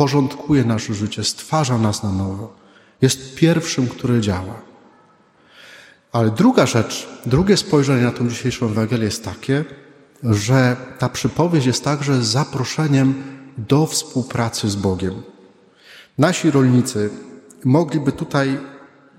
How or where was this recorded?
large echoing room